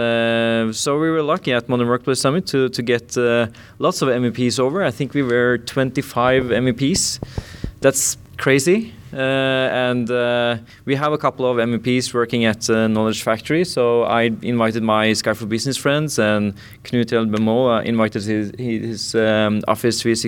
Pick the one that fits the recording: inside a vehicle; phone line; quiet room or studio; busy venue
busy venue